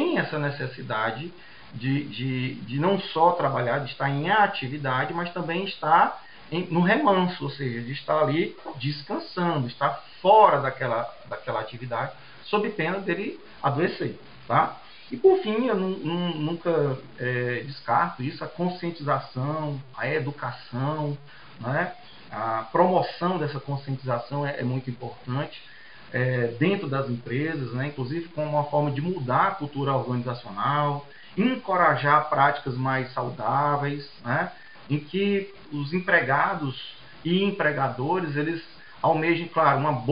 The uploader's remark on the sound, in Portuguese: Tivemos problemas técnicos que comprometeram, inclusive, a qualidade do áudio.